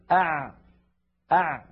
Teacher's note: الحروف الخمسة التي المجموعة في لن عمر وهي الحروف بين الرخوة والشديدة زمنها فيه جريان، ولكن هذا الجريان ضئيل